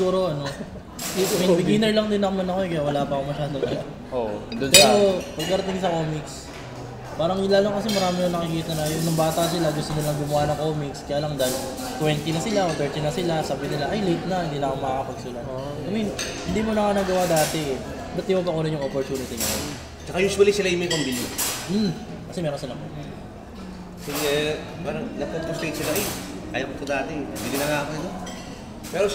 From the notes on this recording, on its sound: engage in a lively discussion at Manukan at Bakahan sa Metrowalk